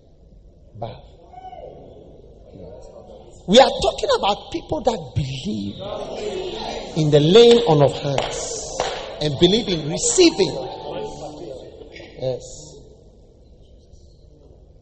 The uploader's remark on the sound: Preached at Lighthouse Chapel International, New Gbawe.